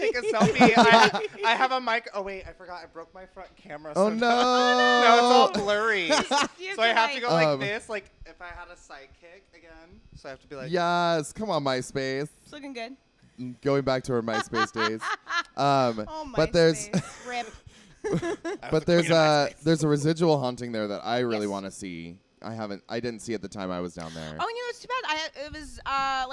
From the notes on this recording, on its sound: Special thank you to the Crescent Lounge for allowing us to record on stage!